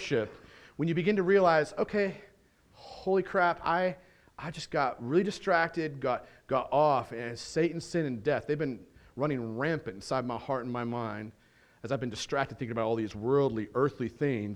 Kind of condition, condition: setting, large echoing room